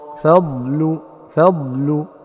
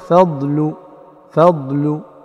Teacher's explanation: يستفل اللسان ويتصل صوت الضاد بصوت اللسان مباشرة دون ما إيجاد تصويت أو صويت آخر يشابه القلقلة · Shown in: first take